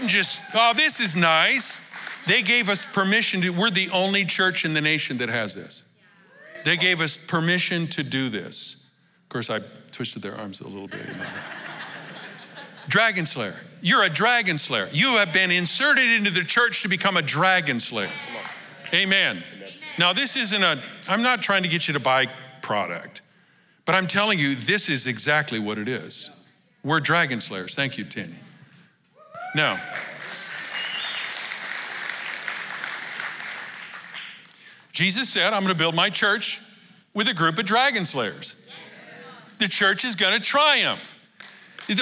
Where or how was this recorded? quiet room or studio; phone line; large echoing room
large echoing room